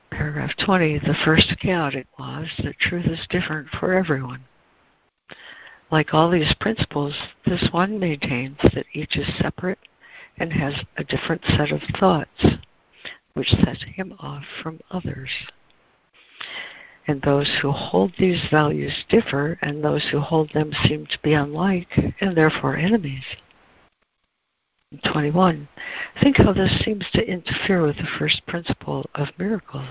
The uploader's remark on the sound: ACIM Daily Conference Call